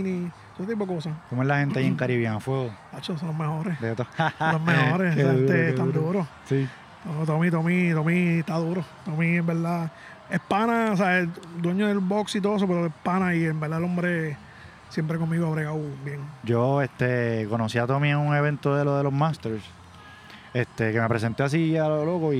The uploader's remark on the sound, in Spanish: un podcast “live” que se hizo en pleno evento